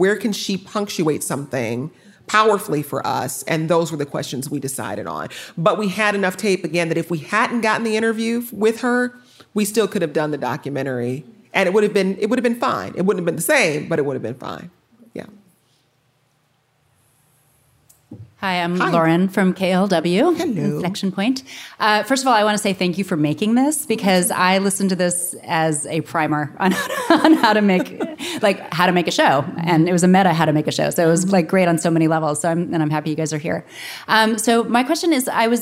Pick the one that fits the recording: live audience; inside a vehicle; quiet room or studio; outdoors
live audience